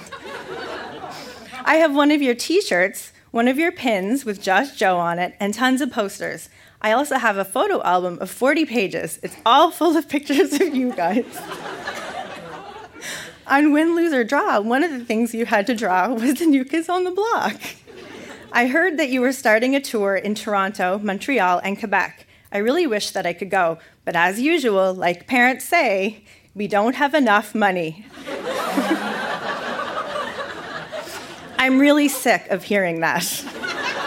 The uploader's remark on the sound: Recorded live at the Kingston Canadian Film Festival. Kingston, Ontario event.